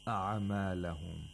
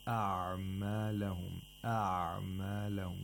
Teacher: The عين is Sakin. We have to pronounce it without قَلْقَلَة. · Shown in: second take · We're not supposed to say أَعْمَالَهُمْ.